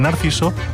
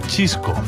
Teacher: Es raro que uno de estos hipocorísticos acabe en consonante, si acaso alguno en S, como Loles, de Dolores, y muchas veces el sonido C o S pasa a ser Che · Shown in: second take